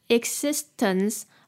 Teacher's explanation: 前面的 e 呢是短的 i 的音